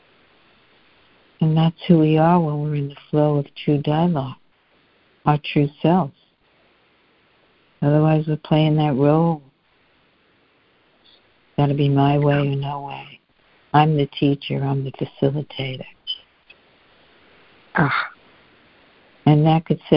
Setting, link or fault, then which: link, phone line